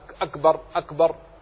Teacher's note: فتجد بعض الناس يعدم الهمس في الكاف فيقرأ كأنه أكبر